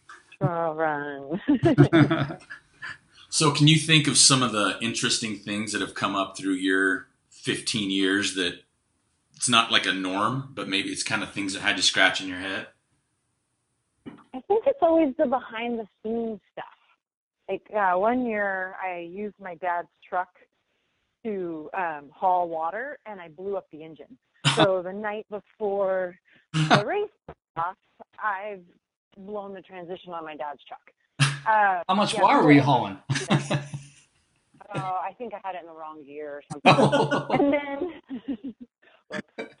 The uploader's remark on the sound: Was kind enough (and patient enough) to join us for a podcast over the phone.